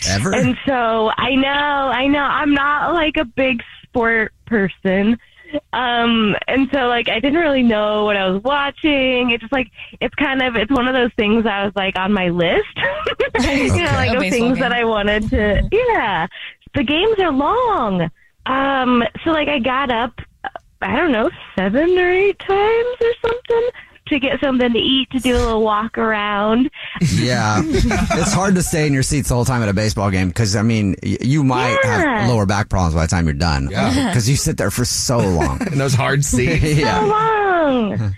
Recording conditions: phone line